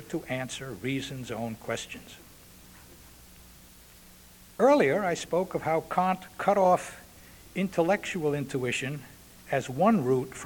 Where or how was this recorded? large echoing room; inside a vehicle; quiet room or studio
large echoing room